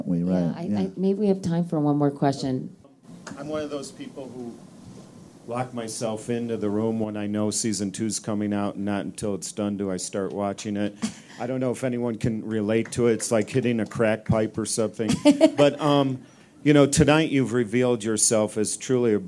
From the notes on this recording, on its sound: The interview, from the Aspen Ideas Festival, took place before the show’s third season in 2015.